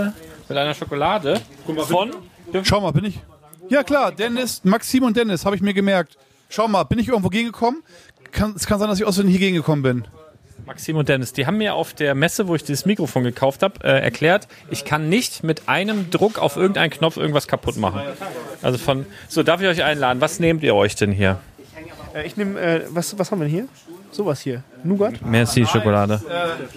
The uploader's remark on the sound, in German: Live aus dem LEGO Lädchen!